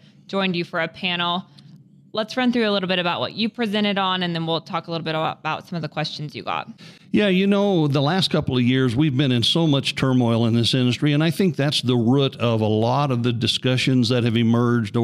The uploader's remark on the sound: Recording from the 105th CCA/CCW Convention.